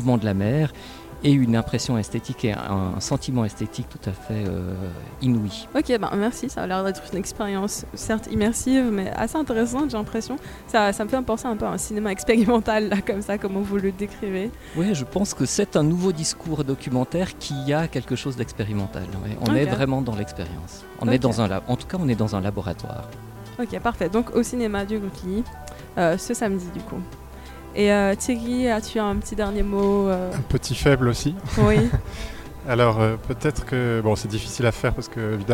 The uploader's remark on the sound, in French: Fréquence Banane était dans le hall de l’université Dufour à Genève pour couvrir la première journée du Festival Histoire et Cité. Un live de six heures.